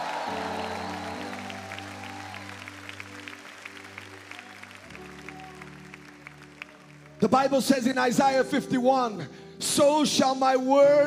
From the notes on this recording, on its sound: Sermon recorded during the Bay Revival. The Bay Revival is a spiritual awakening of the Christian faith that started at the Church of His Presence in Daphne, Alabama.